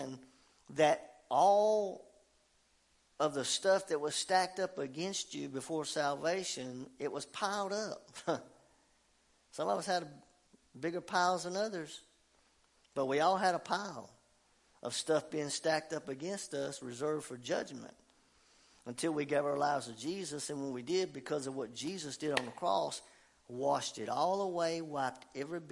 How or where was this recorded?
large echoing room